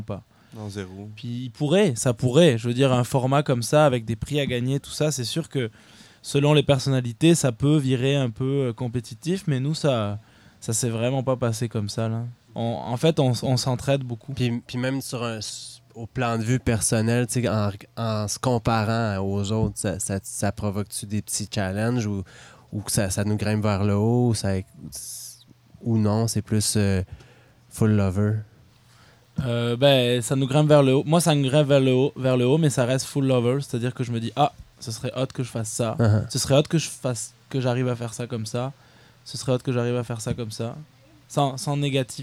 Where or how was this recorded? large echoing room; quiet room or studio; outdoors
outdoors